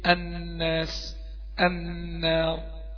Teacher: أدغمت اللام في النون فأصبح الحرف عند مشدد، حرف النون إيه؟ · Term: الغنة